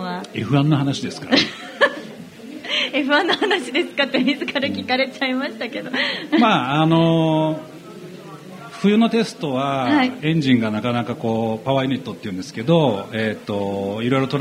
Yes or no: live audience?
yes